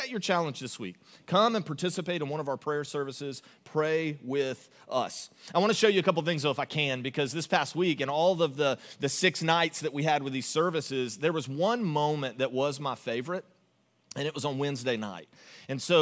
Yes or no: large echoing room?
yes